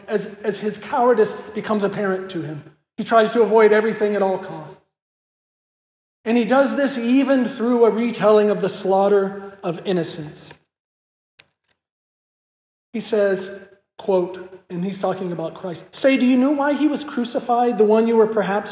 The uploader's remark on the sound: This lecture was given at Hillsdale College on April 22, 2023 as part of the Thomistic Institute conference. This lecture was given at Hillsdale College on April 22, 2023 as part of the Thomistic Institute conference "Christology in Literature."